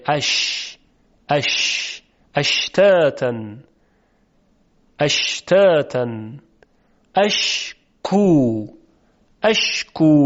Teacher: در حرف شین تارهای صوتی به هیچ وجهی ارتعاش ندارند. · شین عربی و شین فارسی تقریبا نزدیک به هم هستند. در تلفظ شین وسط زبان به طرف بالا میره و نزدیک میشه به سقف دهان، اما مثل جیم برخورد نمیکنه به سقف. در جیم وسط زبان برخورد میکرد به سقف دهان، اما در شین برخورد نمیکنه، بلکه بسیار بسیار نزدیک میشه.